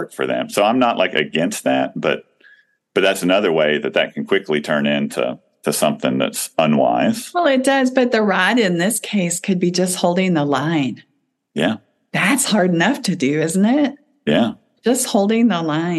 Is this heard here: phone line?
no